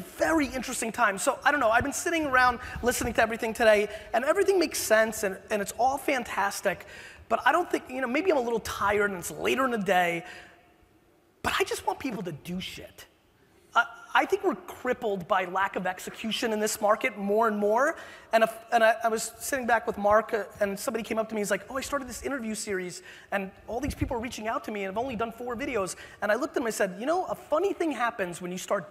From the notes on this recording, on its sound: Keynote in San Francisco - 2013. Is a throwback keynote/fireside chat I gave in San Francisco in 2013!